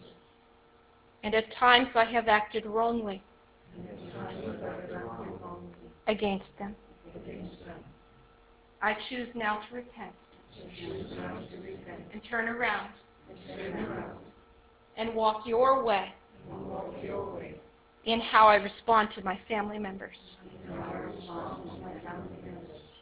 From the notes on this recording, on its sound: This is the recording from the live training session of Gentle Care Prayer Ministry Advanced Building Training, held on June 4, 2016, at Centre of Hope Victory Church in Kincardine, Ontario.